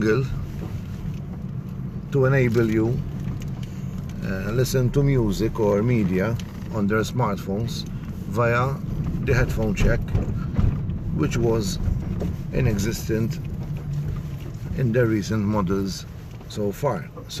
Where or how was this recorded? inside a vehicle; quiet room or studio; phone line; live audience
inside a vehicle